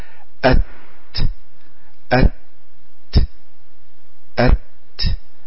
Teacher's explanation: التاء مهموسة، يعني يصنعها الهواء، آلتها الهواء، أت أت أت. الصوت اللي في الأول هو أ ده صوت الهمزة مجهورة، أت.